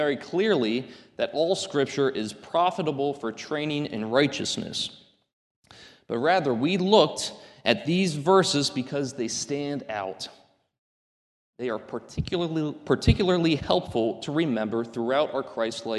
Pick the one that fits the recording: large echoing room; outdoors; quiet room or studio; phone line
large echoing room